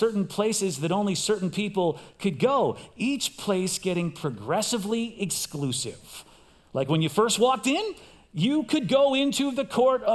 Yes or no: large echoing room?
yes